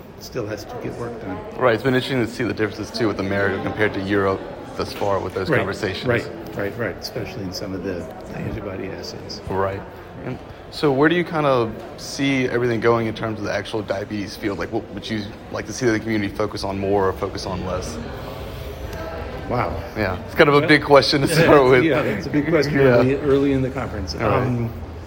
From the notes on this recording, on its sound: recorded during IDS Paris 2023